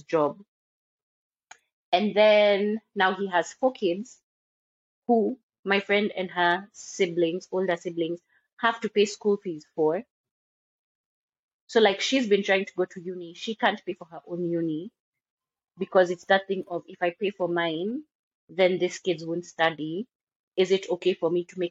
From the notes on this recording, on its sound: Apologies for the audio, the technical difficulties continue!